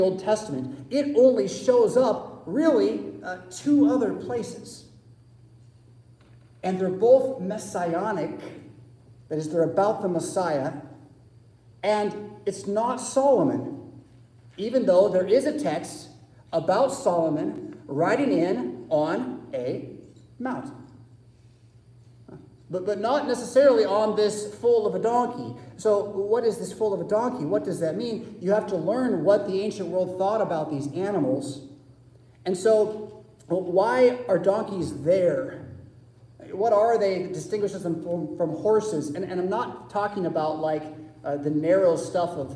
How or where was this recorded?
large echoing room